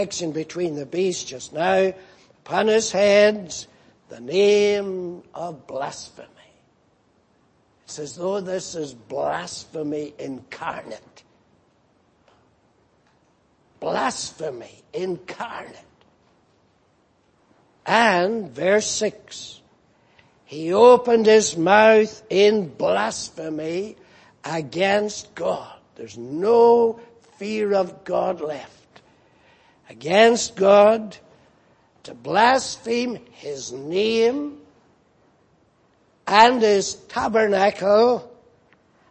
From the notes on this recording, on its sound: Preached in Grafton. At the Lord's Day Morning service on 10th March, 2019.